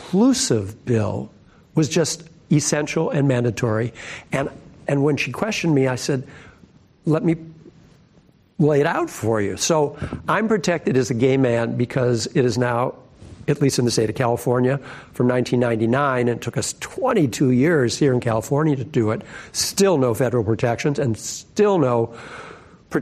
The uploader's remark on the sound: This program was recorded in front of a live audience at the Giliad Campus in Foster City, CA on November 14th, 2019